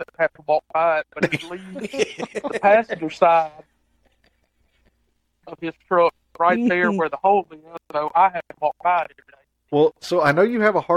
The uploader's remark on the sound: We make an attempt to catch up and host a podcast but technology gets us again! We were able to sneak in a quick phone call.